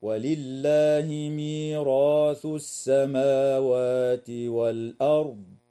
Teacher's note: الراء في كلمة ميراث مفتوحة فحكمها التفخيم وصلا ووقفا · الراء في كلمة والأرض ساكنة بعد فتحة فحكمها التفخيم أيضا وصلا ووقفا